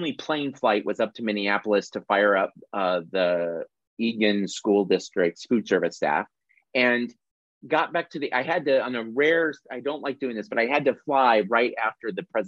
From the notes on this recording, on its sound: This is the audio replay of the monthly Zoomy Zoom I do with my UROCK (Patreon) Peeps